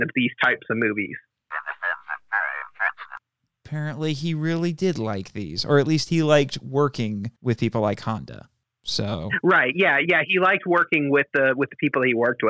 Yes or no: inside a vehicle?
no